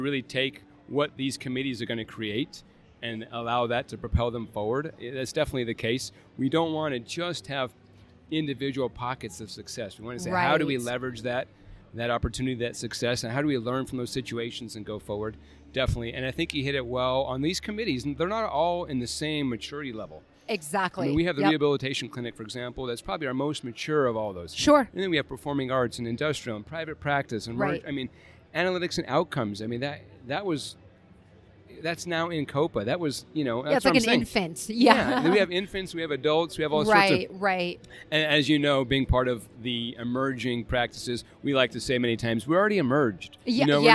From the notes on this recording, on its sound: live from the Dragonfly Max Podcast Lounge